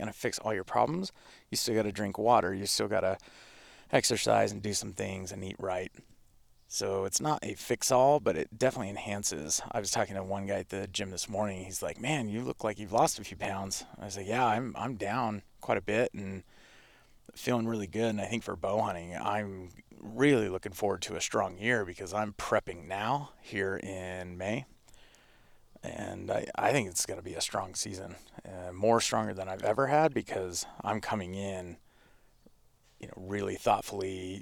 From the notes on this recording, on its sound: In this episode I record it while sitting in my ice bath in my backyard.